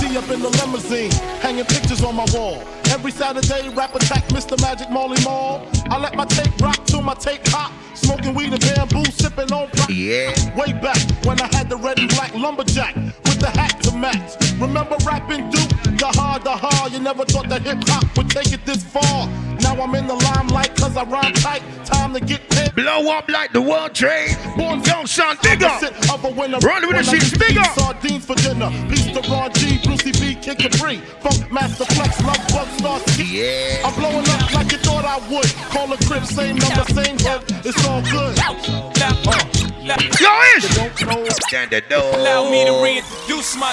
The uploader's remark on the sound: Live Set From Love & Affection 2023